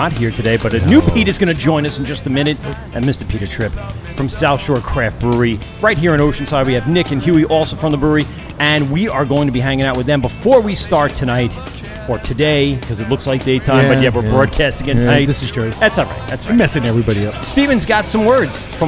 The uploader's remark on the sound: LIVE show at South Shore Craft Brewery in Oceanside NY.